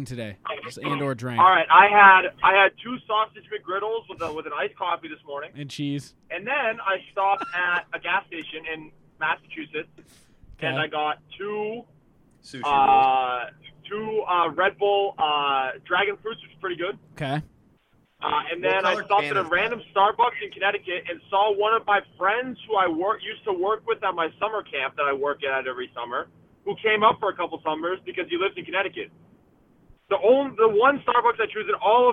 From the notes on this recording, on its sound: talk to some callers on our live phone line